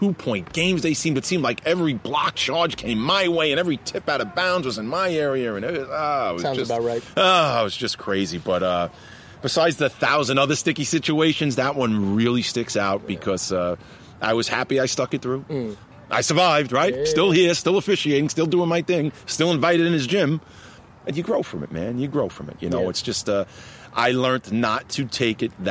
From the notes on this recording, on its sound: In this pod, we pull up to a park in Massapequa, NY.